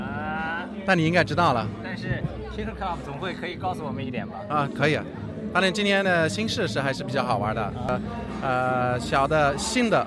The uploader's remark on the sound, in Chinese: Vans Propeller 上海首映现场采访。KickerLive 现场视频采访。